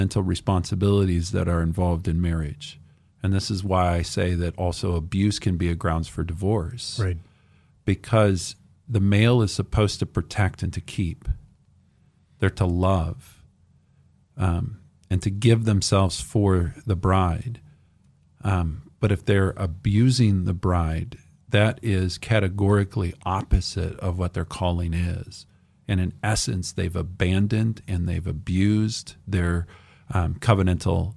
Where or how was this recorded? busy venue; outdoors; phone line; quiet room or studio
quiet room or studio